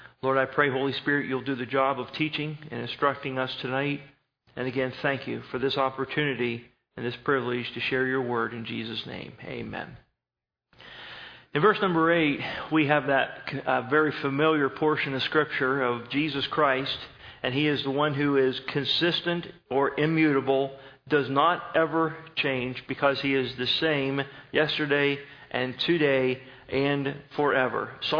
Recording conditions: large echoing room